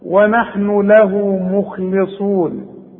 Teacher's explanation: اللام هنا مكسورة ونحن له مخلصون ورقق اللام